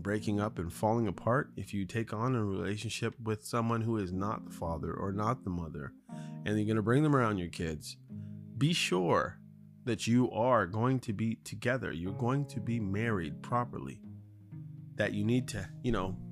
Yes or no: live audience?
no